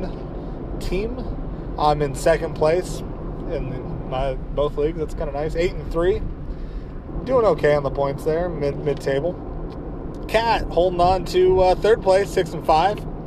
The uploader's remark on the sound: This one is a doozie, don't know if you can even understand it. Possibly recorded this on my phone while driving to Portland.